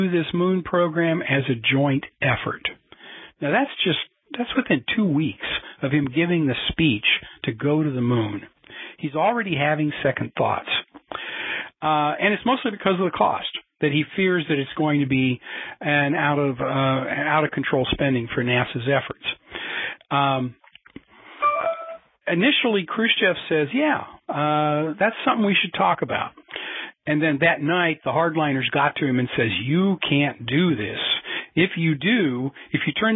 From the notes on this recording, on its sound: a Future in Space Operations teleconference